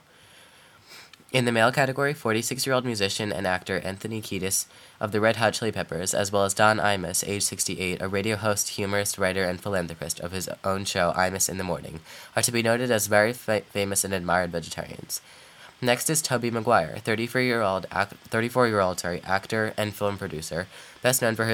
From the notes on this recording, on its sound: Sorry again for the annoying buzzing noise.